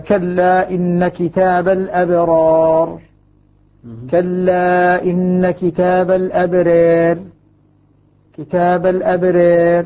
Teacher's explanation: الراء سكنت لكن بقيت ممالة